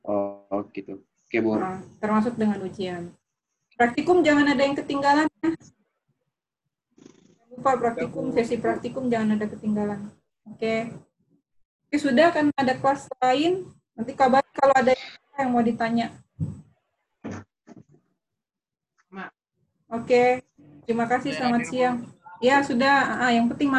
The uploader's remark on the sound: Zoom Meeting.